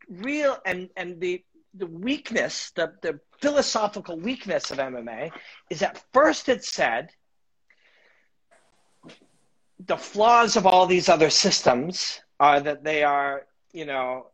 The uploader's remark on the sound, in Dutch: Insta live sessies.